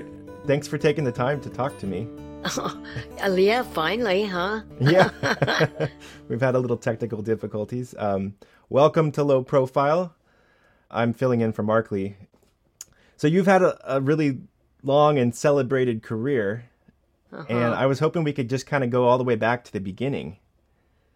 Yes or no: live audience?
no